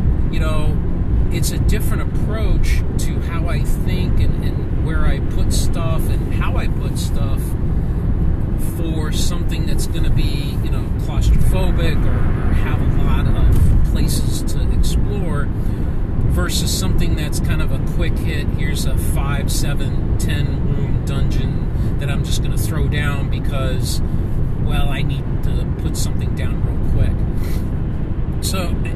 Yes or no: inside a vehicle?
yes